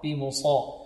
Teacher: الصاد هنا مفخمة مطبقة بمصا، وكذلك الطاء وإن كانت مكسورة في أقل مراتب تفخيم ولكنها ماذا مستعلية مطبقة بمسيطر، لا نقول بمسيطر طي طي لا طي طي طي مستعلية مطبقة بمسيطر بمسيطر.